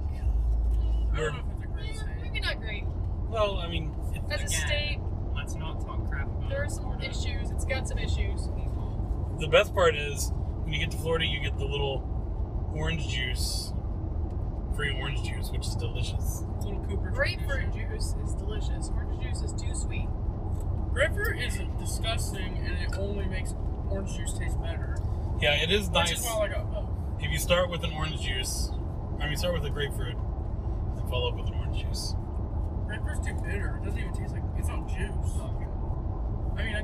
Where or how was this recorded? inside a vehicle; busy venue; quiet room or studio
inside a vehicle